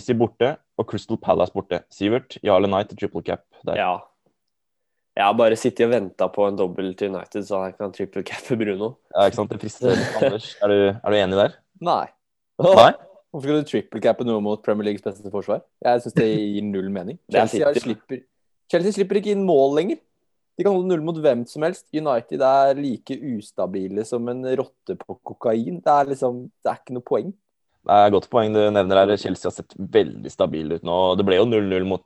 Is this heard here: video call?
yes